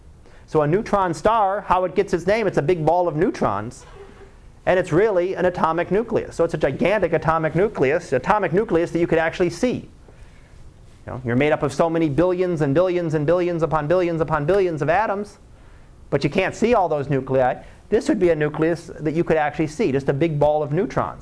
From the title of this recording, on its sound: Live Class Lecture